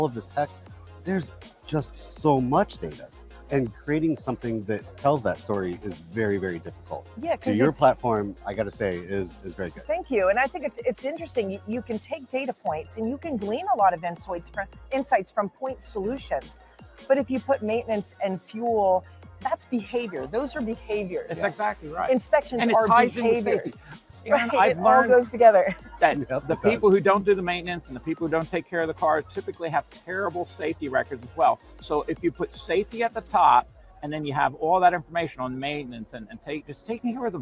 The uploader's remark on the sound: records live from the NAFA I & E in Baltimore